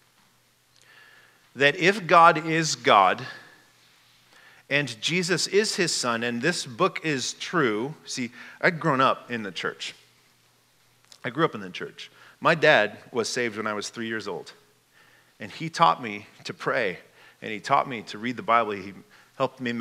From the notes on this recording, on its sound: This message was given at Fall Conference 2022.